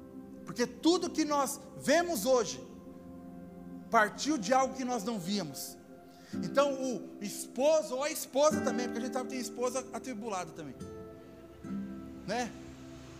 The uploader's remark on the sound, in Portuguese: Áudio do Culto de Domingo do dia 31/07/2022.